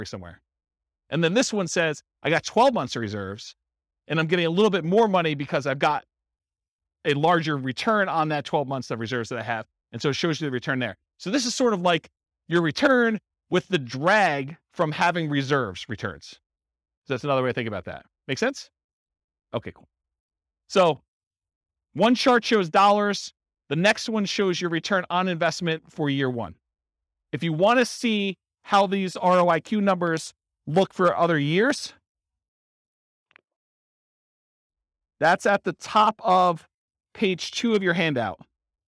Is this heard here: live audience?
yes